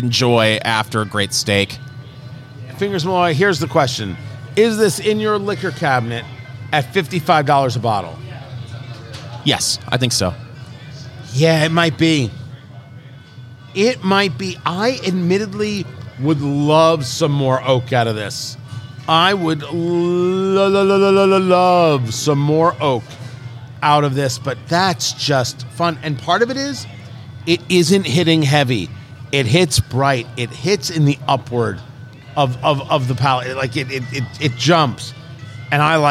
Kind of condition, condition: setting, busy venue